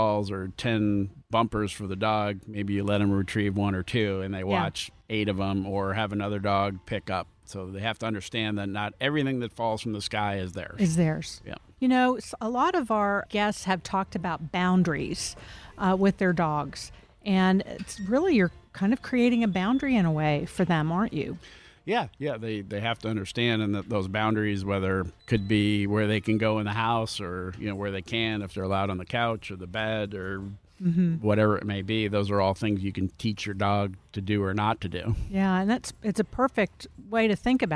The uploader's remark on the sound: Recorded at Tusculum Brewing Company